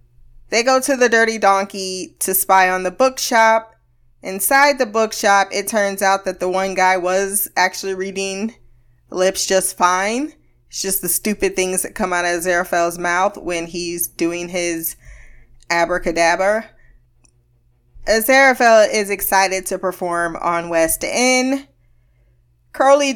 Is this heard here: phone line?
no